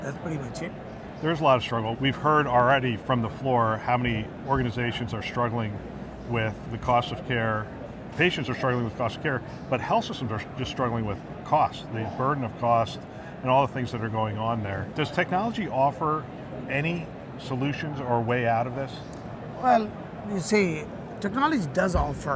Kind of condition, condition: setting, busy venue